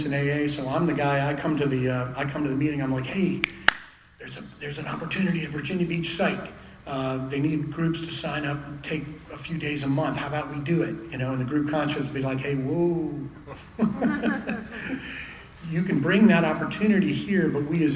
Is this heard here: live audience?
yes